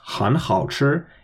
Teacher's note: putting that third tone before 好吃 turns it into a double third tone exception rule. So I pronounced 很好吃, even though 很 is technically a third tone.